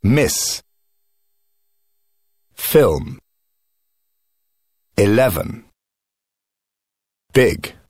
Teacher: Краткий звук. При произношении губы слегка растянуты. Звук похож на русский безударный звук «и».